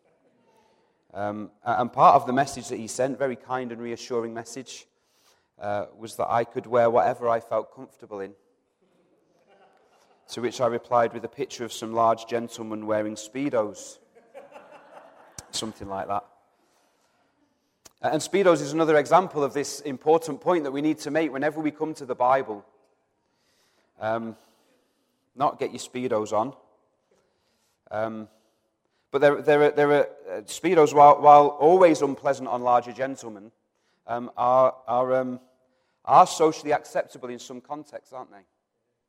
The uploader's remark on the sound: Recorded from our Sunday morning service. Metro Christian Centre.